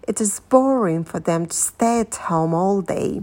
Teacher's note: Опять-таки, it is неударные слова. Boring — ударное. · То есть получается интонация, как такие американские горки. Мы то поднимаемся вверх, то вниз.